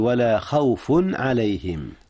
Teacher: وهنا إظهار يا أستاذنا، أظهر التنوين قبل ماذا؟ قبل حرف العين. جميل، وهي من أحرف الحلق.